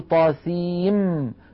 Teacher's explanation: اقتران هذه الحروف، يعني لما نقول طاسيم ميم هنا ينشأ إدغام، لأن طاسين آخرها نون ساكنة وميم أولها ميم، فندغم النون في الميم